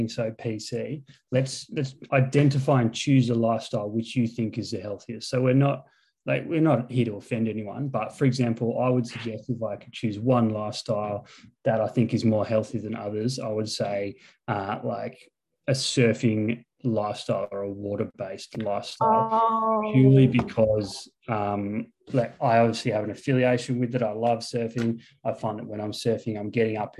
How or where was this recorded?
video call